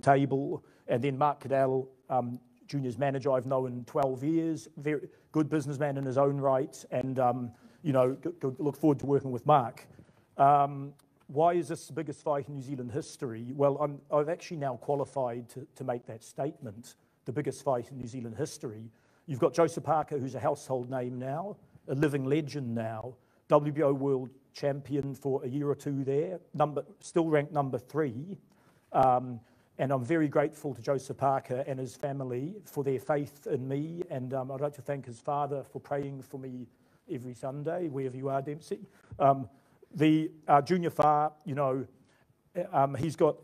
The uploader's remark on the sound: Full press conference. Dec 11 in Auckland.